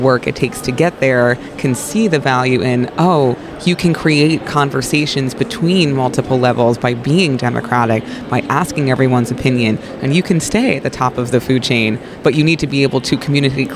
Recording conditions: busy venue